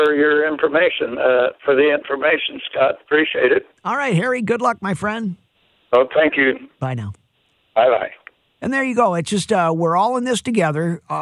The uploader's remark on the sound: takes phone calls from listeners